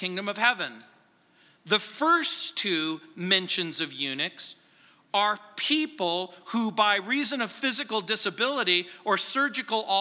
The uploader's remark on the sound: at Calvary South Denver in Littleton CO